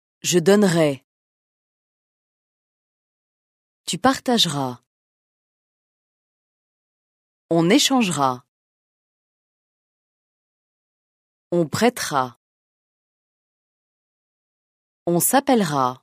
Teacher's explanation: Le « e » non prononcé dans la conjugaison du futur